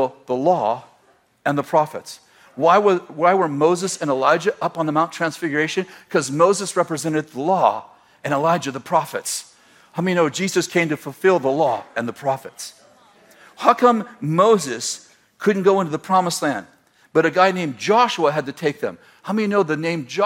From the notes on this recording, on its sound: throwback sermon from January 7th, 2018, at Bethel Church in Redding, CA